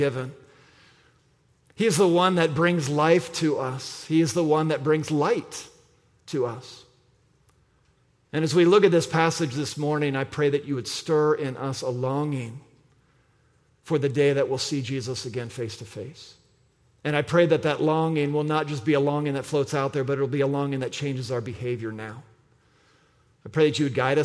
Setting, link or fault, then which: setting, large echoing room